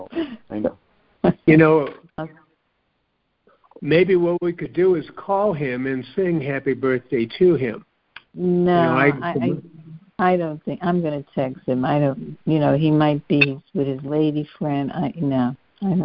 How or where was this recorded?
phone line